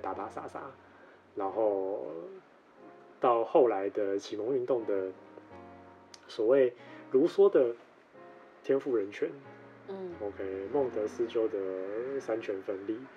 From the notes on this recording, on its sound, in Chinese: 本集採試錄模式，所以在音質的部份可能比較不清楚，等後續我們有好一點的設備跟場地的時候就不會有這個問題了(吧)。